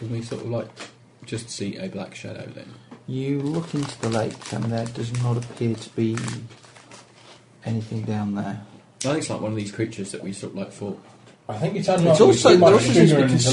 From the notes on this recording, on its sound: Recorders go crazy again but thankfully paranoia means that the game is not lost.